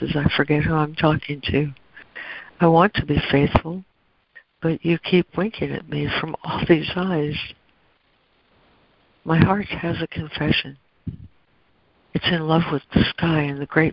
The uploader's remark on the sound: ACIM Daily Conference Call.